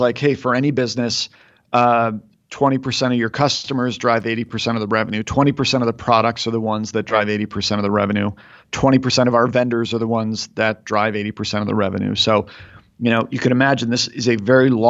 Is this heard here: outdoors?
no